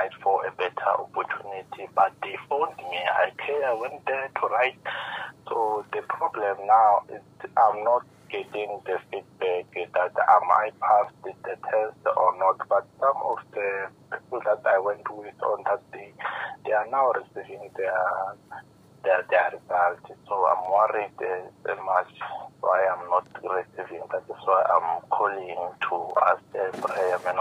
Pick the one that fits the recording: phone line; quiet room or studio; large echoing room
phone line